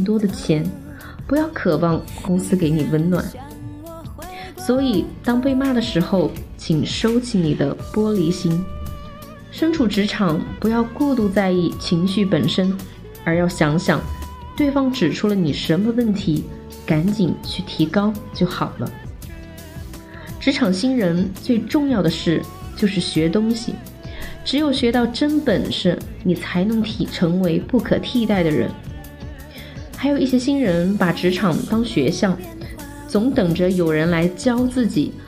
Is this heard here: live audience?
no